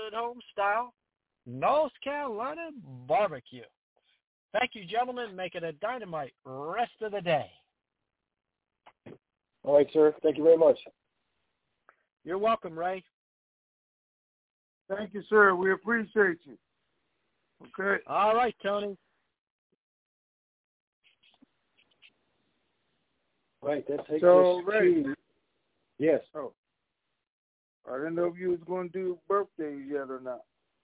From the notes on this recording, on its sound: TNTSuperfantastic Conference Call